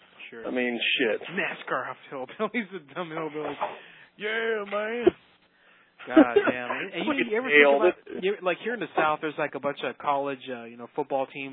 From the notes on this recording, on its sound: …'s Personal Prank Phone Calls Collection.